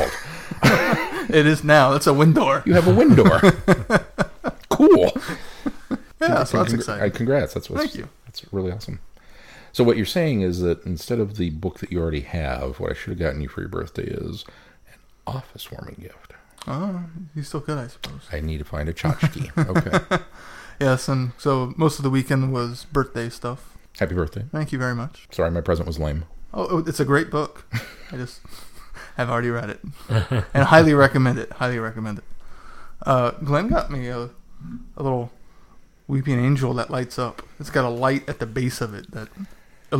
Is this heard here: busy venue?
no